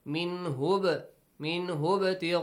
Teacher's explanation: If you join, ba has to produce a bouncing sound. Also, Hamza will be skipped.